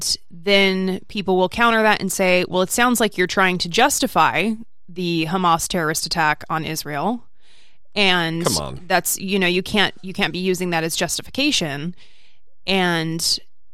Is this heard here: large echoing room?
no